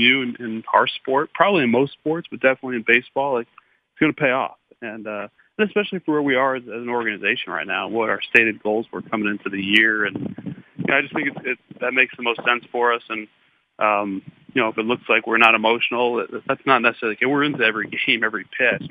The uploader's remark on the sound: called in to the Ben and Skin show